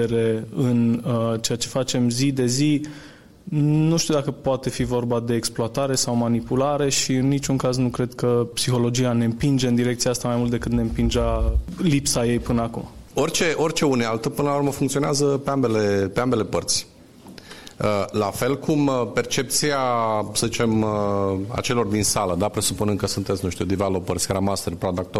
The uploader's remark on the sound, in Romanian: Episodul 26 a fost înregistrat la evenimentul Agile Mammoths Games - Casa de Agile ce a avut loc în Cluj-Napoca la inceputul lunii martie. Pentru episodul de azi am extras un fragment din discutia înregistrată.